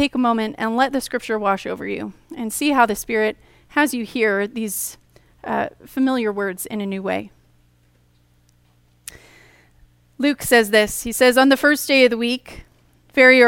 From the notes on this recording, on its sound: Easter message delivered during the Contemporary Worship service.